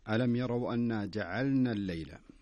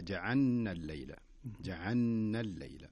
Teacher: ينبغي على القارئ أن يتنبه ويحذر من هذا الخطأ، والصحيح أن اللام هنا والنون كل حرف ينطق لوحده · Shown in: first take